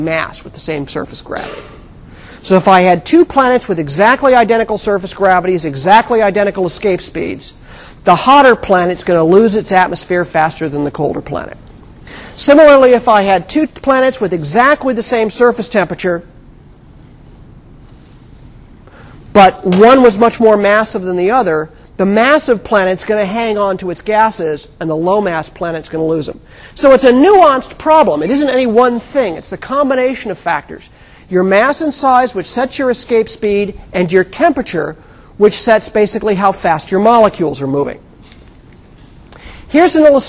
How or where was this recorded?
large echoing room